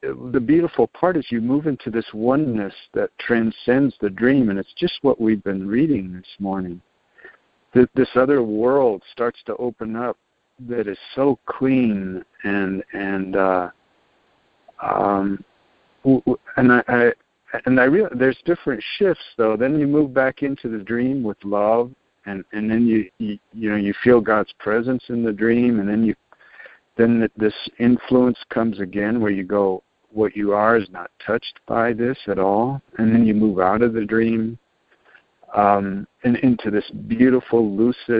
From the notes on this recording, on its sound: ACIM Daily TEXT Conference Call